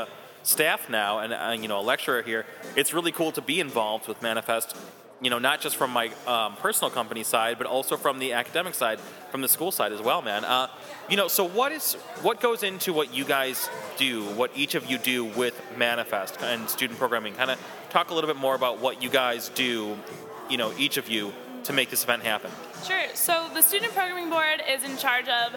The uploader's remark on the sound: Recorded onsite at Columbia College Chicago's year end Manifest celebration